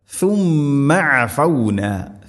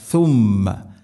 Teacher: ثم ഉച്ചരിക്കുന്ന സമയത്ത് നാവിൻ്റെ അറ്റം മുൻപല്ലുകളുടെ ഇരുനിരകൾക്കിടയിലൂടെ വളരെ നേരിയ തോതിൽ, എന്നാൽ ദാലിനേക്കാൾ കൂടുതലായിട്ട് അല്പം പുറത്താവണം